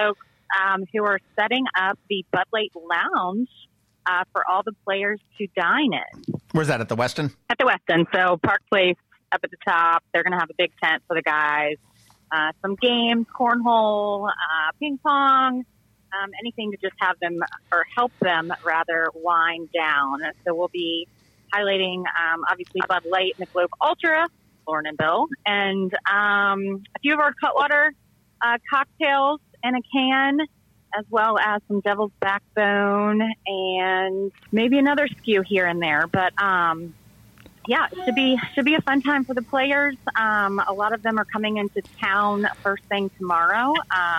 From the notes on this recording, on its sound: We hopped on the phone with the fine folks at Katcef Brothers